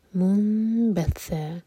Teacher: میم کو ہولڈ کریں گے 2 سیکنڈز اور اس کے بعد منبثا، میم کے بعد جو نون ہے اس کے بعد با ہے تو نون کا ساؤنڈ میم میں چینج ہوگا. یہ ہے اقلاب.